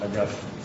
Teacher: But the proper pronunciation of the Latin, in my opinion, is Augustine. Accent on the second syllable.